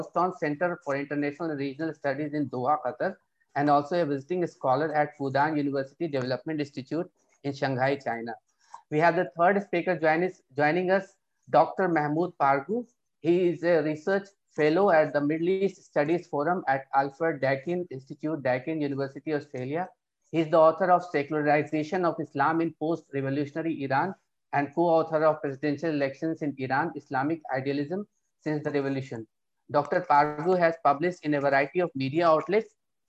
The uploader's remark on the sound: This public talk was conducted online via Zoom.